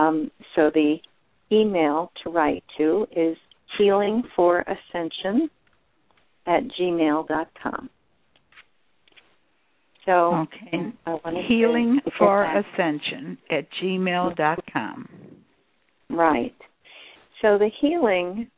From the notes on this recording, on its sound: Callers can call. Personal responses to callers during the special call-in segment.